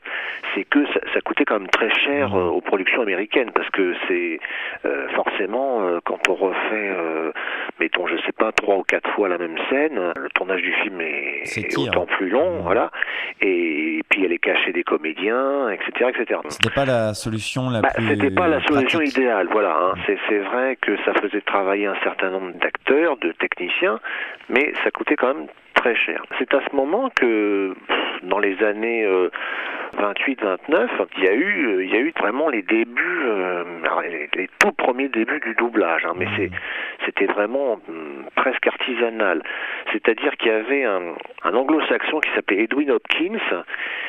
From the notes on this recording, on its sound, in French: Interview par téléphone